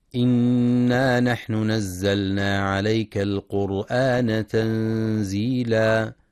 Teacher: ينتبه القارئ لإظهار اللام في كلمة نزلنا وعدم الإدغام، فلا يقرأ نزلنا.